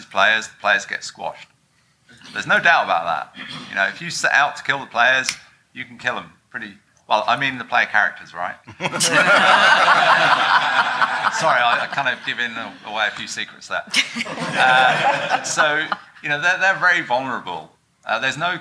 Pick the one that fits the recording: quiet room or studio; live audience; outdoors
live audience